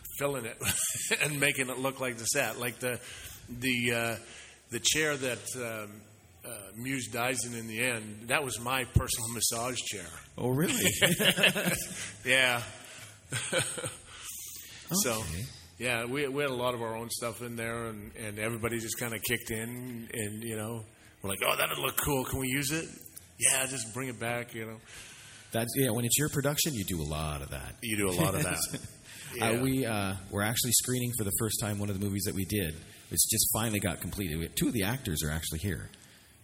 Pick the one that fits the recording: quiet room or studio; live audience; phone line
live audience